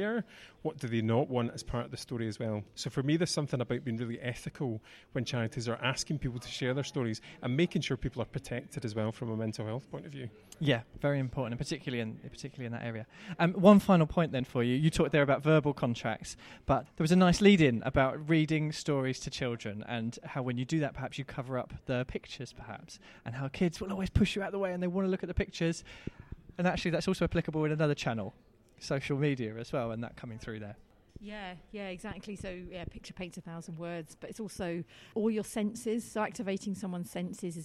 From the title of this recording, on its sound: LIVE from the Scottish Fundraising Conference 2022